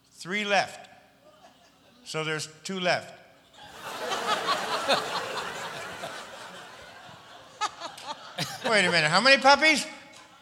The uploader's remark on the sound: Live at the South Point Casino